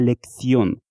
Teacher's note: с ударением на последнем слоге в слове «lección»